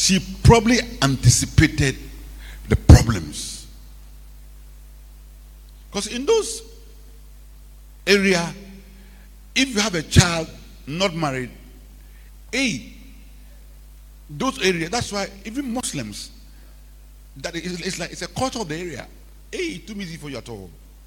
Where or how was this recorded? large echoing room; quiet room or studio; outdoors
large echoing room